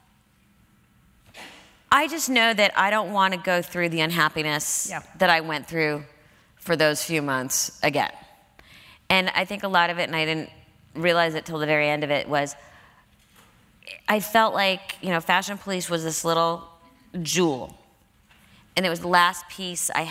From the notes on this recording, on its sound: Recorded on May 12, 2015 at New York's 92nd Street Y.